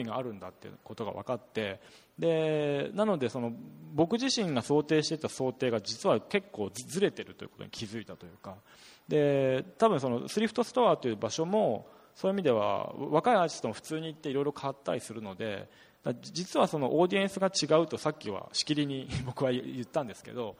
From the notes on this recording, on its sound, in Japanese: 森美術館でのアージェント・トーク、後半のQ&amp;Aを公開します。森美術館主催によるアージェント・トークにて。